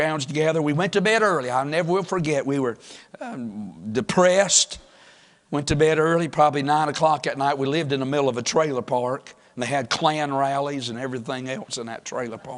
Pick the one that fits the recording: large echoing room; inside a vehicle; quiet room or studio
large echoing room